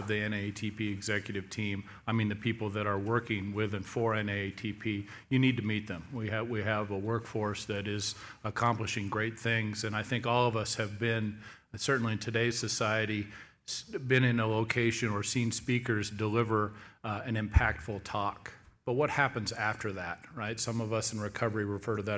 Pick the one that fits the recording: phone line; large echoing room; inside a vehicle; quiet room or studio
large echoing room